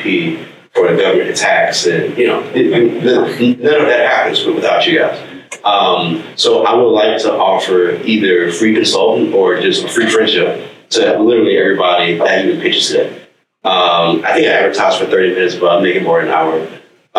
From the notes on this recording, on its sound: a replay of the CavnessHR Pitch competition hosted by Washington Maritime Blue